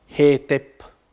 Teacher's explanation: si suole inserire vedete, tra i suoni, tra i diversi fonemi, una E